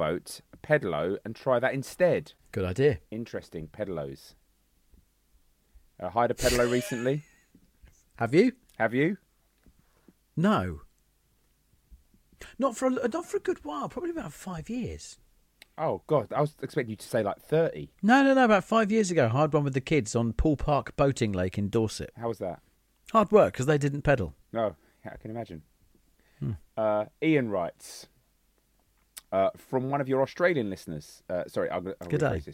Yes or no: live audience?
no